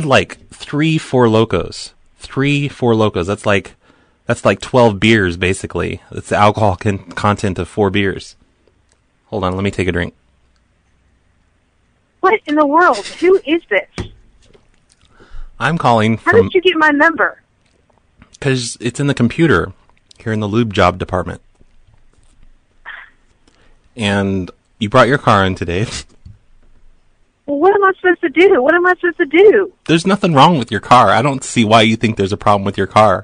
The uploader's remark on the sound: RBCP's Personal Prank Phone Calls Collection